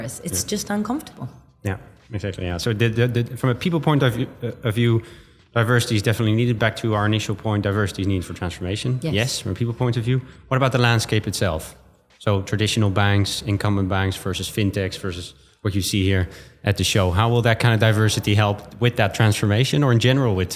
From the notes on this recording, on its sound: coming live from Money20/20 Europe